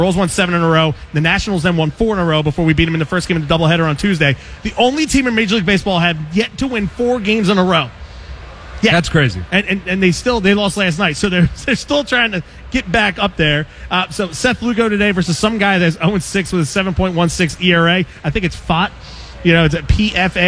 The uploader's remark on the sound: LIVE at Xfinity Live! In South Philly.